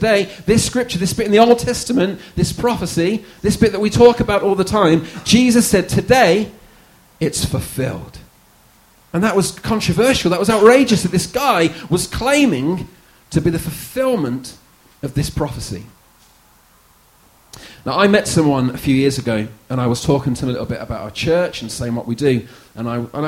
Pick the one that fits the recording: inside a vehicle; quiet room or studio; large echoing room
large echoing room